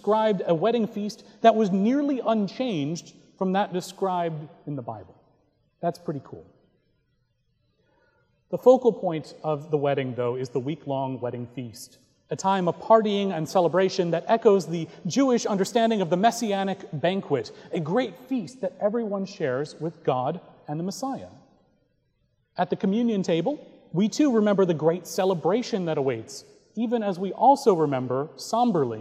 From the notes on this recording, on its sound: Recorded November 12, 2017 at Trinity Presbyterian Church in Bixby, Okla.